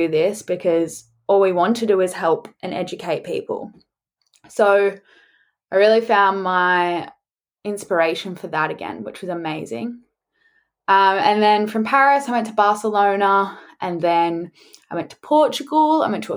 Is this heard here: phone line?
no